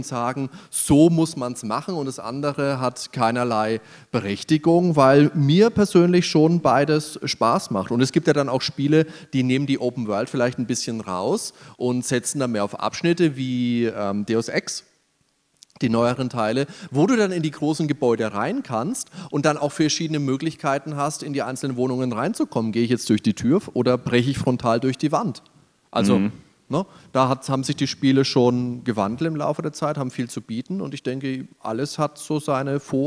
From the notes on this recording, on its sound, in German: Nerdwelten LIVE 2023. Produktion: GamesFestival23.